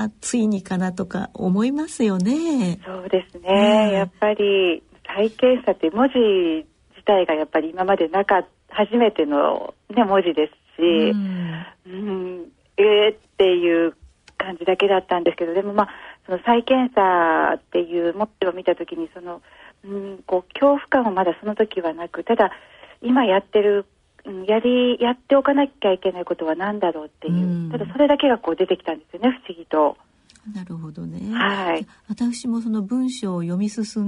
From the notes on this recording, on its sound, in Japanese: 受賞者への電話インタビューの模様をお聞きいただきます